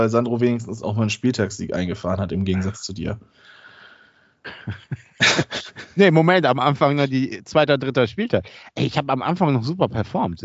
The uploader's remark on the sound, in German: Aufgezeichnet am 17.02.2022 via Skype